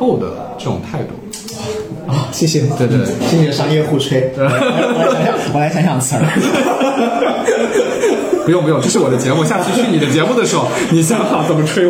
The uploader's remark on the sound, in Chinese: 我们录音选了一个茶室，没想到隔壁的上海爷叔嗓门巨大，所以节目的背景音有时候颇为嘈杂